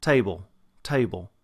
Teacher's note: When you have a Texas dialect, for example, table, table. Again, you hear that very distinct diphthong, a, table, that is much stronger than table, the standard American version